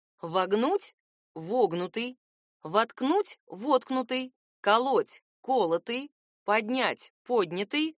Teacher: Если вы образуете страдательное причастие с суффиксом «т», смещайте ударение на шаг влево к началу слова.